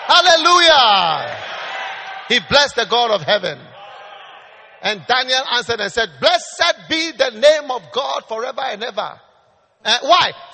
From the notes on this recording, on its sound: Preached at the Wisdom Impartation Service, LCI Lily of the Valley Cathedral, Teshie.